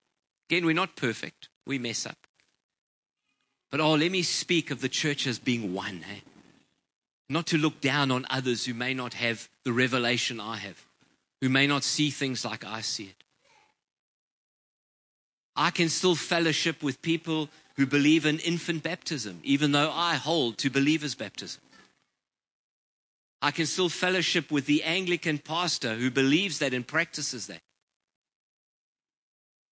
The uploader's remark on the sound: Preached on 19/11/23 at Ngaruawahia